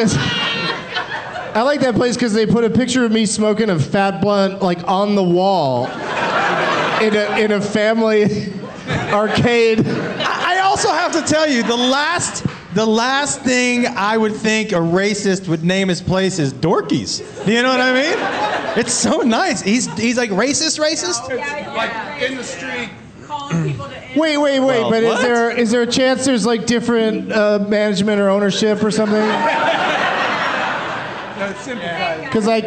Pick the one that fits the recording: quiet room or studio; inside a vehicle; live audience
live audience